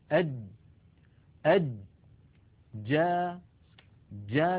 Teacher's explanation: نبدأ بحرف الجيم. الجيم أيضا يخرج كما قلنا من وسط اللسان مع ما يحاذيه من منطقة الحنك الأعلى، ولكن بالتصاق تام محكم يمنع الصوت من الجريان. هكذا الجيم العربية الفصيحة، أد أد جا جا.